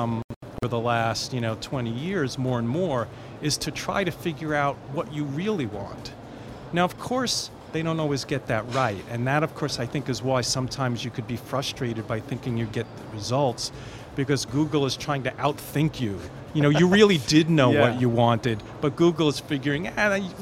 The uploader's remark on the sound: Live from IGCF 2022